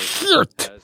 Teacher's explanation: They really get the hissing of the Geert.